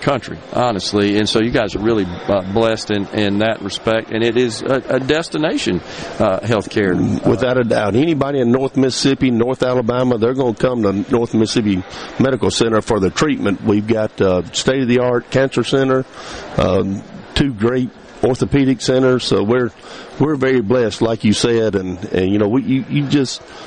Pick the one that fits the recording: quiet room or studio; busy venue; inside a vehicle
busy venue